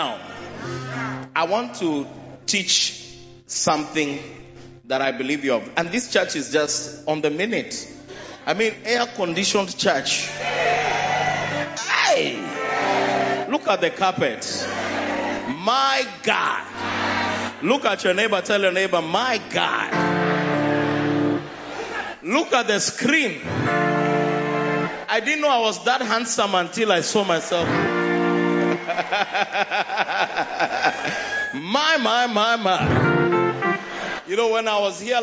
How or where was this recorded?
large echoing room